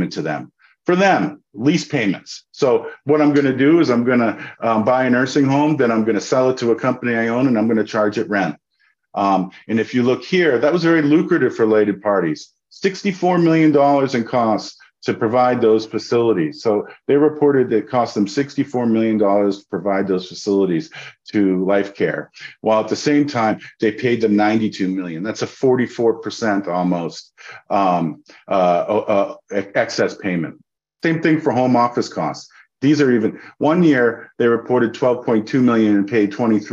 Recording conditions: video call